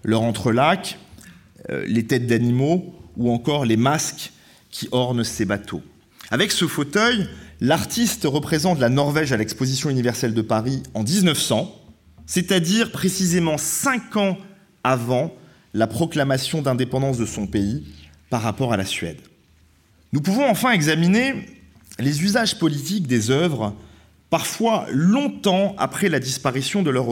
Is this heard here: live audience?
yes